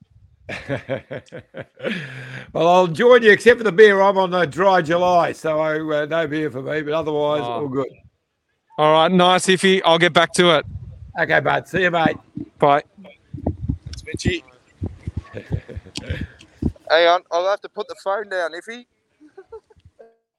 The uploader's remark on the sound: Live from stage 4 at the Tour de France!